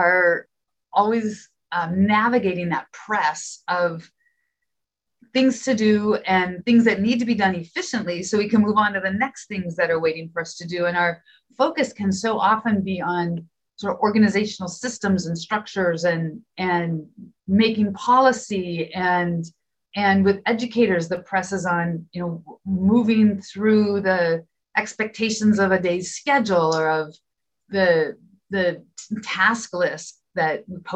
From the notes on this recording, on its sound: This conversation was taken from a live virtual event, and some parts have been edited to make your listening experience more comfortable.